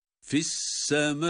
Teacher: Hemzenin sesini sükun ile ama duyurarak okuduk.